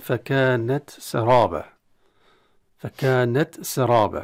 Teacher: التاء هنا ننتبه إنها أظهرت عند السين